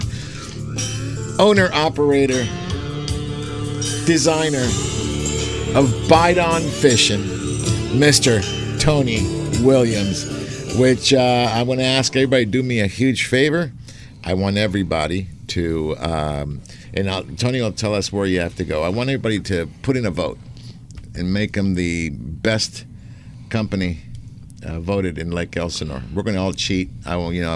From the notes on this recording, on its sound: "LIVE" from Angel Stadium in Anaheim, CA